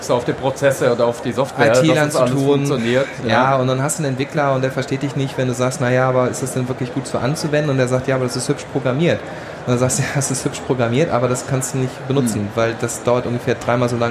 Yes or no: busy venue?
yes